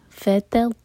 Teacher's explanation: تو تو آواز نہیں آنی چاہیے، تا لائٹ پڑھیں گے اور تو ہیوی